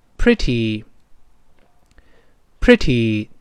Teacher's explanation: 中间发 a，最后发 e